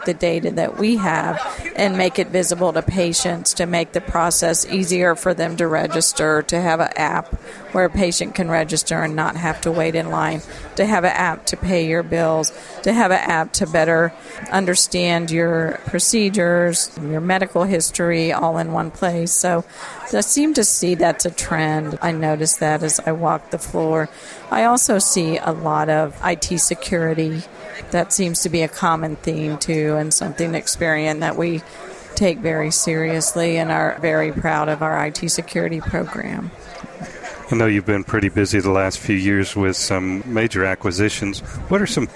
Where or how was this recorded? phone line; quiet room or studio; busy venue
busy venue